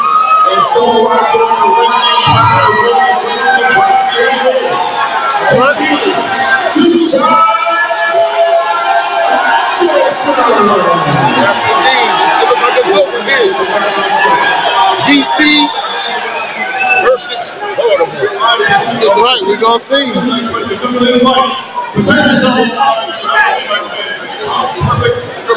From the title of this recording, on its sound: LIVE AT JETER PROMOTIONS (LIVE ! PRO BOXING AT MARYLAND LIVE HOTEL AND CASINO)